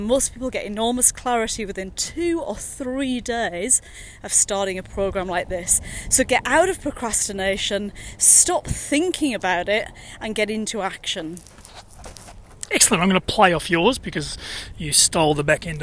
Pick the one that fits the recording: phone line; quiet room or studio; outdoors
outdoors